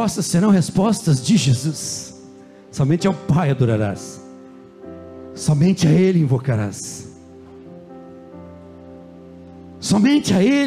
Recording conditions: large echoing room